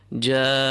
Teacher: This is al-maddul muttasil, the connected mad. We pull the alif at least double its length. Ja'ana. The alif at the end there, again a long vowel, just equal to the first three long vowels at the start of the verse. · Term: compulsory mad